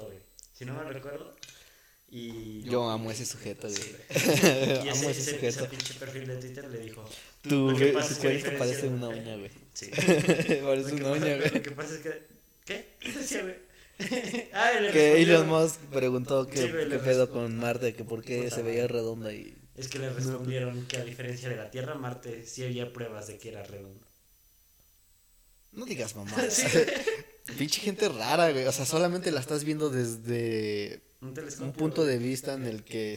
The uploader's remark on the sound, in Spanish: perdonen el eco del audio